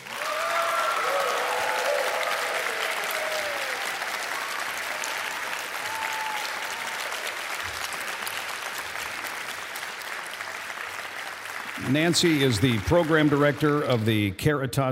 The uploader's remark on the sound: In Chicago Illinois, some of The Grandfather Effect 's biggest fans and supporters gathered together for a LIVE event and podcast recording. At this event, they answer audience's most burning questions.